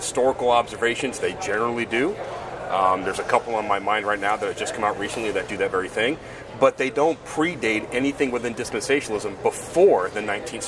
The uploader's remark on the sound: join us live at the IFCA Convention